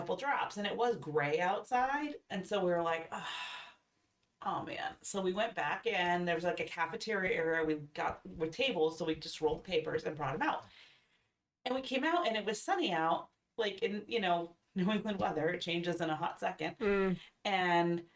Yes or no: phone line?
no